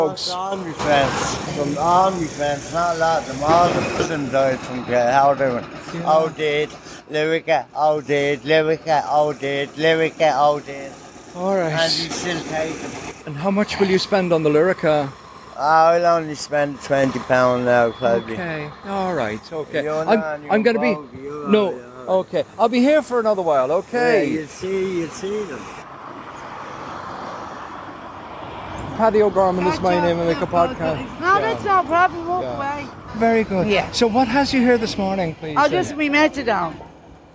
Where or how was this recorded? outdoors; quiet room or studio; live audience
outdoors